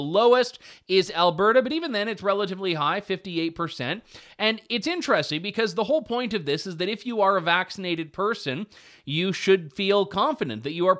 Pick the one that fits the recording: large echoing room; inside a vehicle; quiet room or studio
quiet room or studio